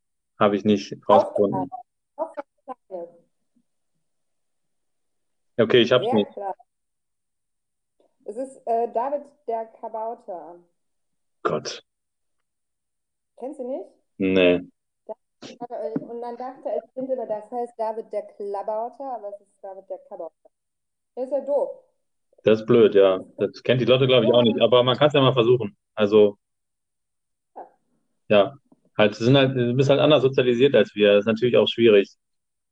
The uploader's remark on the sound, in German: Soundprobleme. Entschuldigt bitte die Probleme beim Sound, das Mikro war wohl etwas überfordert.